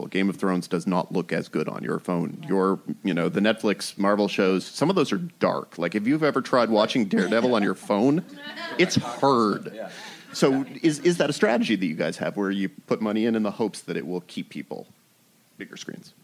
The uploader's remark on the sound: Recorded at ATX Television Festival